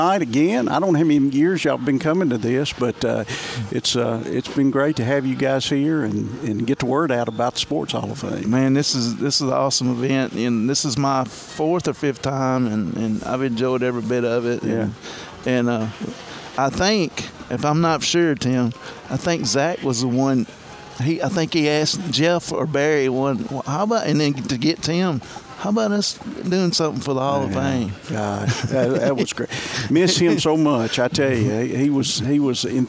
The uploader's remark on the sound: Live at the Limestone County Sports Hall of Fame Induction Ceremonies